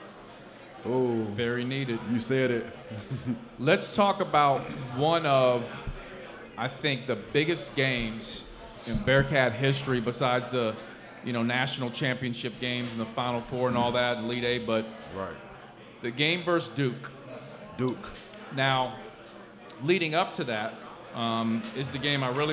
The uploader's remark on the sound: LIVE at Mio's